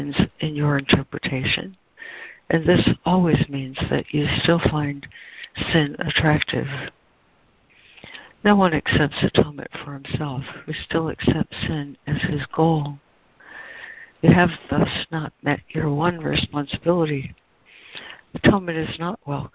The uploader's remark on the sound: ACIM Daily Conference Call